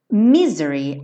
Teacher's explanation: …, a sílaba tônica é a primeira, tá? Mas na música acaba ficando dividida entre a primeira e a última por conta da, da métrica, né?